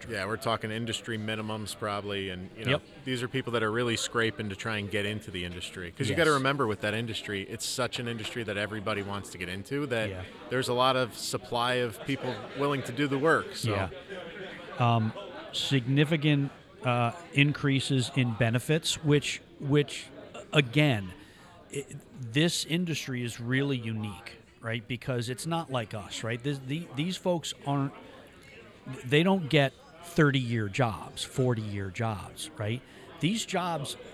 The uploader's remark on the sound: We're on location at the annual Veterans Day celebration